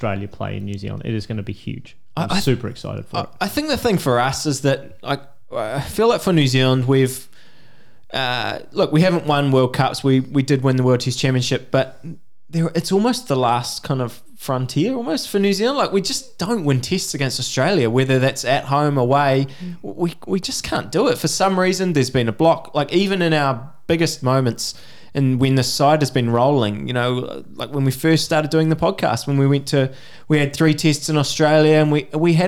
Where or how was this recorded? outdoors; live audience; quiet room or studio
quiet room or studio